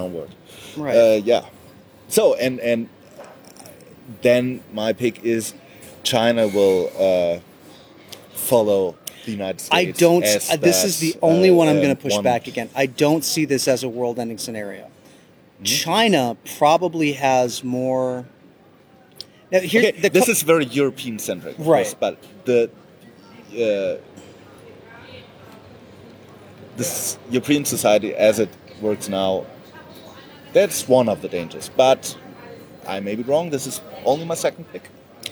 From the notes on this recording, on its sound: Starbucks (in the Squaire). Naturally, it was taped at a Starbucks in an Airport.